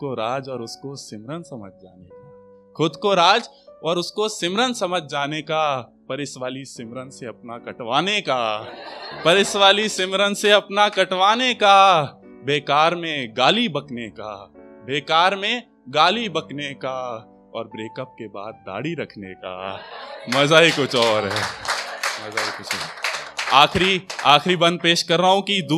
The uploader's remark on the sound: audio performances from our weekly poetry events